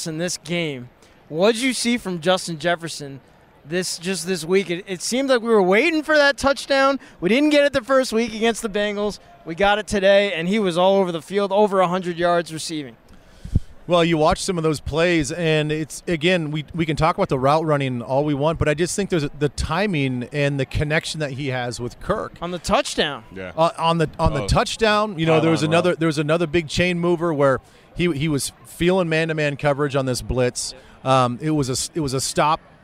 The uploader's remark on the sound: Bank Stadium live from the Vikings sideline after the game.